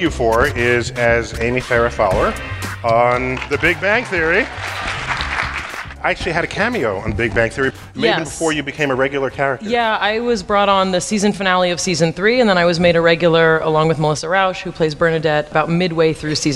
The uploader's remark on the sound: StarTalk Live! Big Brains at BAM. At the Brooklyn Academy of Music.